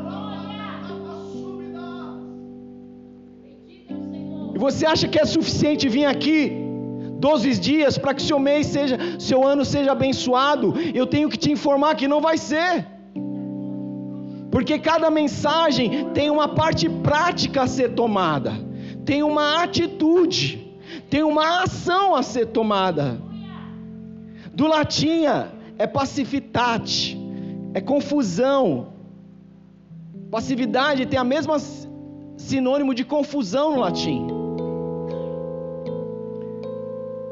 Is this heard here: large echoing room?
yes